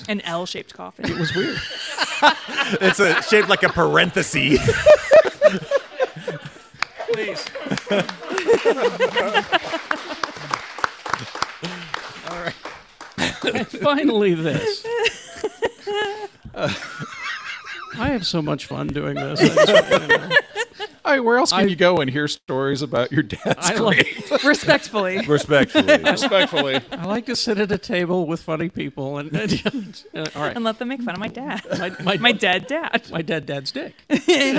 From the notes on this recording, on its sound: Live at Geekshow Saturdee Matinee!